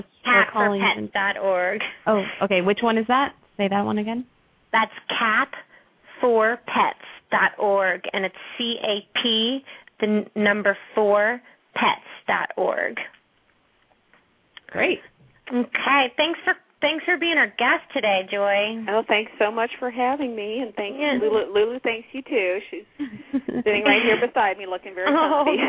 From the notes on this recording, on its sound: open up the lines for listeners to call